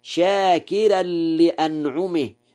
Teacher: قرأ ورش شاكرا لأنعمه بترقيق الراء